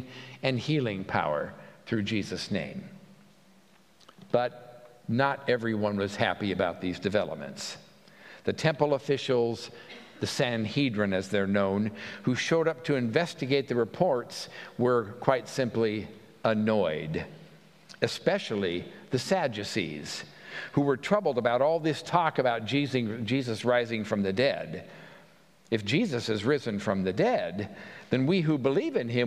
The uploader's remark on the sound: At the Pender UMC contemporary service on Sunday, September 17, 2023